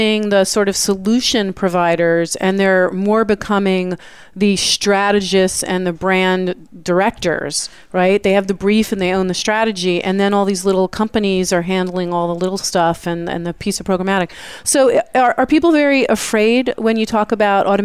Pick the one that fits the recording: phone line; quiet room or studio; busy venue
busy venue